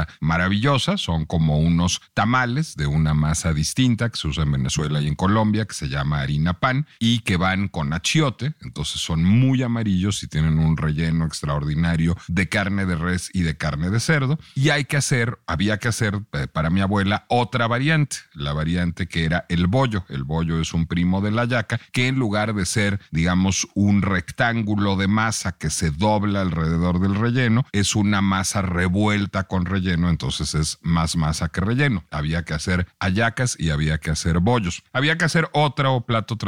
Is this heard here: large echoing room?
no